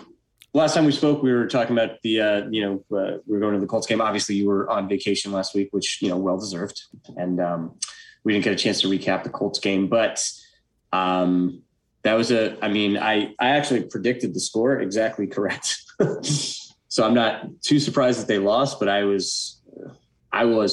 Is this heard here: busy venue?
no